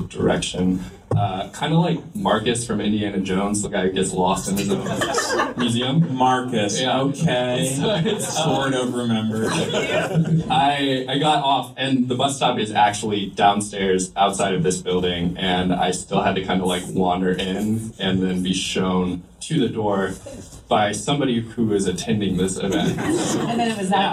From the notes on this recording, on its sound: BIG QUESTIONS: LIVE AT UCLA. LA Podcast does its first live show at UCLA's Lewis Center! The audio is not great! The audience brings the heat with some Big Questions!